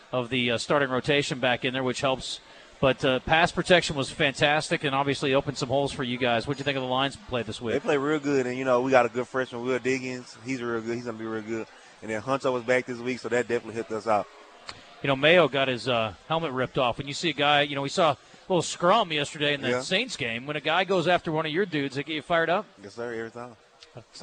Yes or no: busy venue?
yes